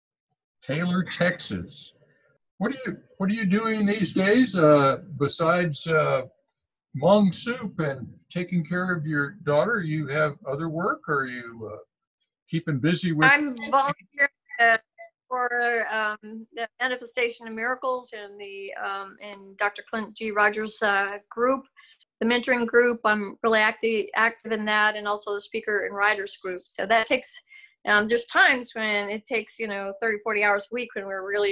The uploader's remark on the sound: When we did our Zoom interview